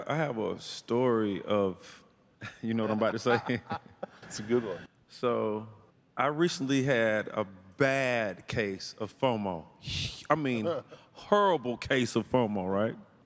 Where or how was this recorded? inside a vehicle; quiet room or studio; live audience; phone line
live audience